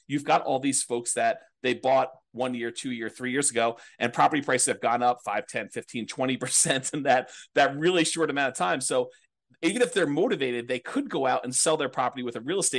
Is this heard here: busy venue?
no